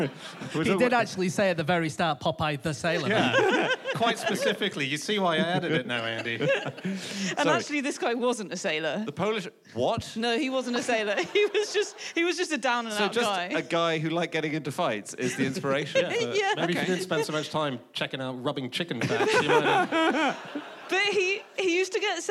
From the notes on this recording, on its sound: Live from the Bloomsbury Theatre, London